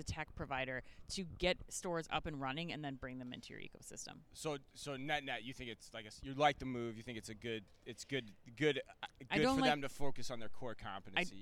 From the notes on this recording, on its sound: live from Shoptalk Europe in Barcelona